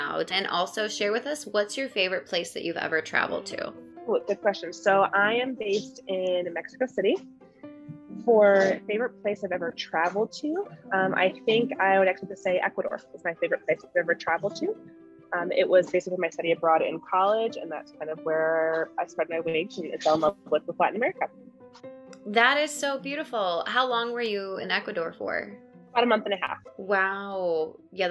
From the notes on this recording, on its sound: sat down via zoom with me